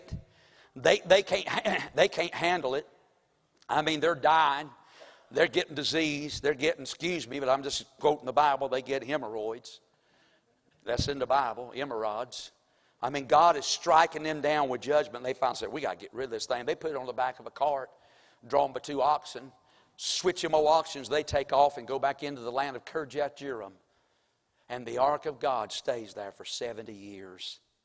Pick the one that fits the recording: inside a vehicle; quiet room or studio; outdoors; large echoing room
large echoing room